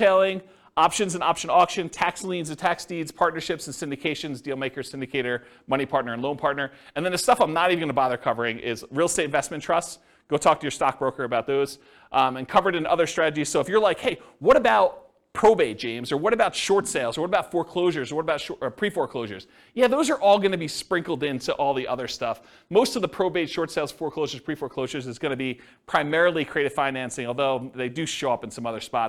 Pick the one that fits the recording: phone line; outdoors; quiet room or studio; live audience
live audience